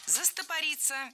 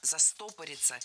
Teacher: И здесь уже совсем другой тип ударения. Ударным должен быть корень слова «застопориться». · Shown in: second take